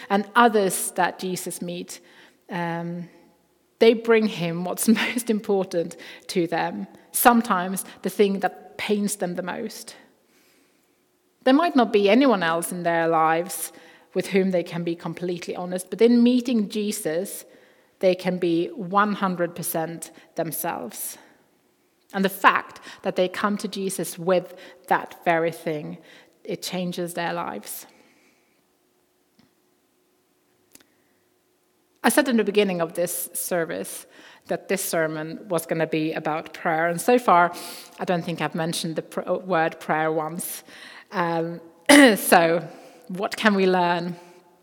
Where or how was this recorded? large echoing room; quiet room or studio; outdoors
large echoing room